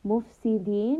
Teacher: مُفْسِدِينَ، we are ending on a four-count med, and we are ending on the letter noon with a sukoon, meaning we are applying tawassut and resting on this noon